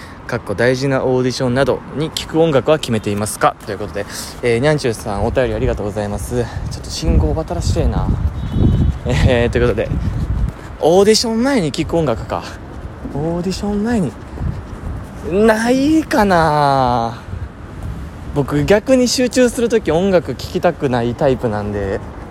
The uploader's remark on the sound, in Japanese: 歩きながら撮ってみました。かなり息切れしました。